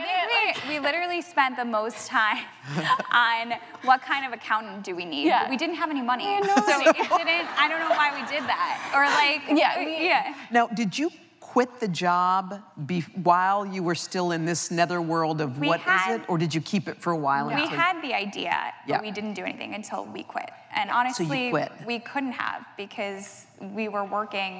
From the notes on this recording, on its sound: It was recorded on Jan 18, 2017 in front of a live audience at New York's 92nd Street Y.